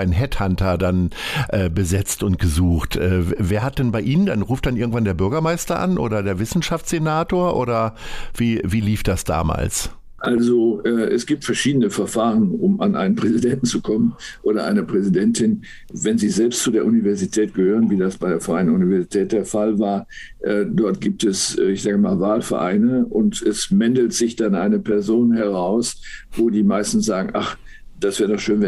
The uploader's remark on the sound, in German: Gespräch per Zoom